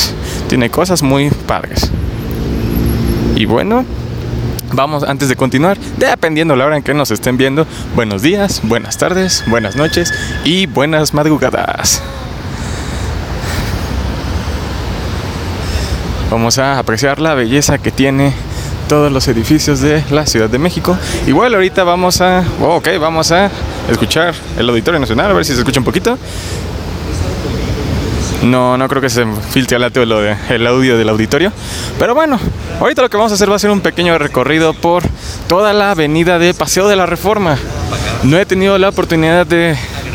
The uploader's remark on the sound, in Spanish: Grabado en Avenida Paseo de la Reforma